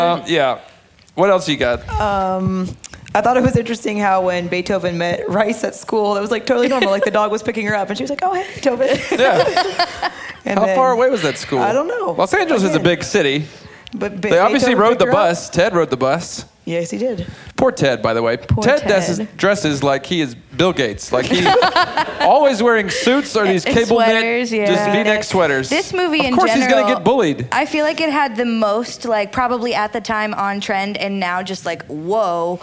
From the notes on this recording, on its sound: Close out season 1 in front a live audience.